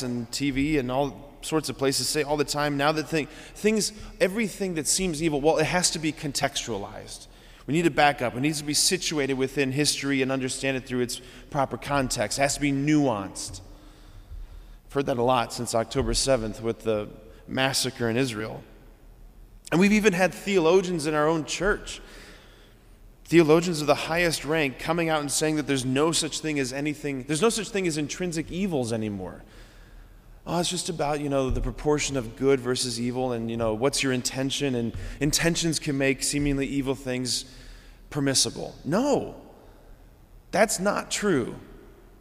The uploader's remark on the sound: this homily on November 7, 2023 at Sacred Heart of Jesus Catholic Church in Wadsworth, OH.